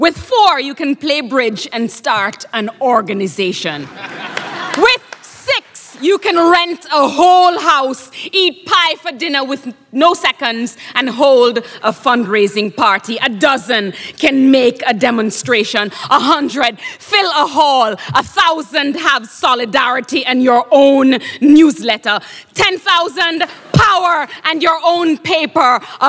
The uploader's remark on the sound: The event was recorded on May 13, 2009 in front of a live audience at New York's 92nd Street Y.